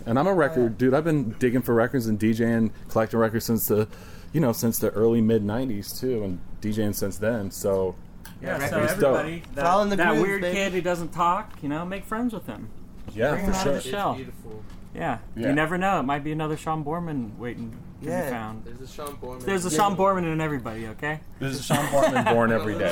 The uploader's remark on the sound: We recorded this at their awesome, brick and mortar store in Fullerton, California. Everyone was stoned and happy.